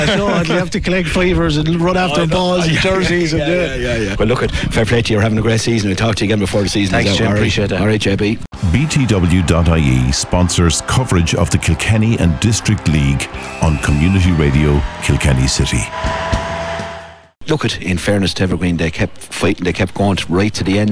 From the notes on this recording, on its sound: Live from the Kells Road on Sunday afternoon.